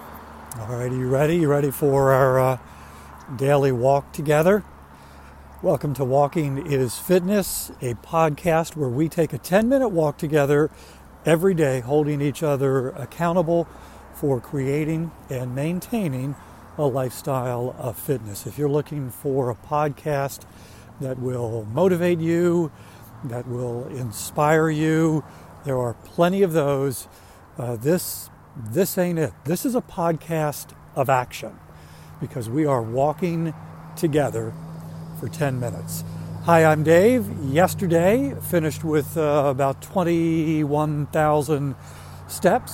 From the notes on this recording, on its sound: During today's ten-minute accountability walk